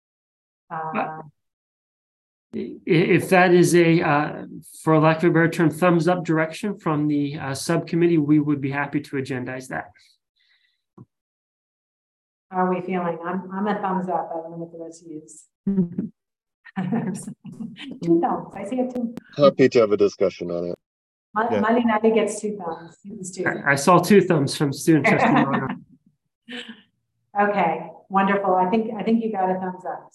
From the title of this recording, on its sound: originally on Zoom